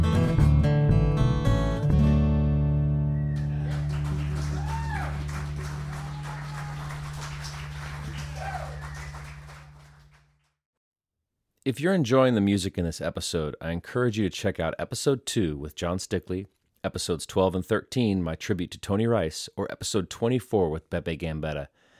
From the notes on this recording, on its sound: This episode was recorded live at The Grey Eagle.